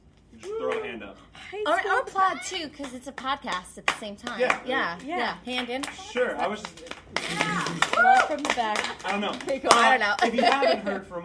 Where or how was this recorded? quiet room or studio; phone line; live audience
live audience